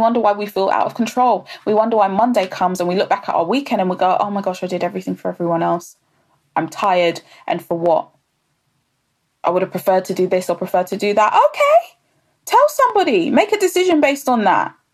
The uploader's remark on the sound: Live on Instagram